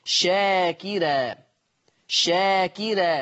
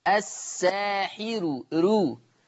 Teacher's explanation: حرف الراء لما تيجي مفتوحة أو لما تيجي مضمومة ويجي قبلها كسر، فورش بيرقق هذه الراء، مثل شاكرة شاكرة، ما يقولش بقى شاكرة كحفص، لا شاكرة.